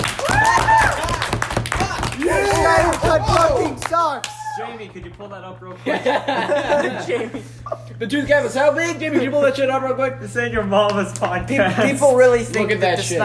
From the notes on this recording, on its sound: this time with a live studio audience